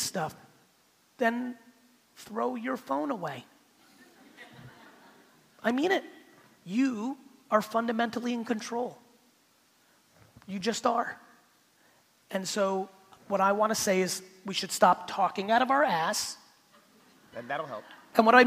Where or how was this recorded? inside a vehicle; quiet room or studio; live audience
live audience